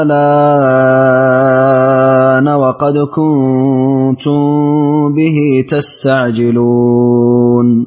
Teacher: أبدلت همزة الوصل ألفا مع المد المشبع ونقلت ووسطت مد البدل